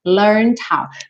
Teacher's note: Percebe que o E não é pronunciado, você não diz learned, tá?